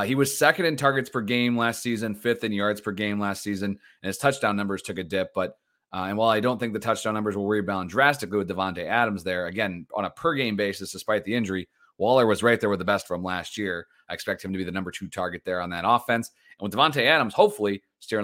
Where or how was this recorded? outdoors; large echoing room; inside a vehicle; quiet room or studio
quiet room or studio